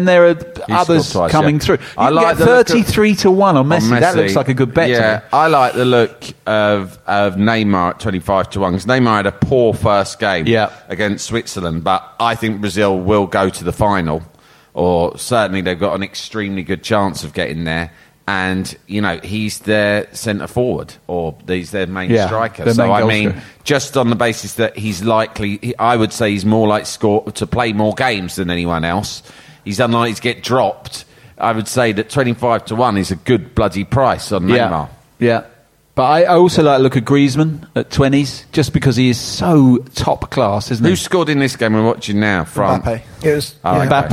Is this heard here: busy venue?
yes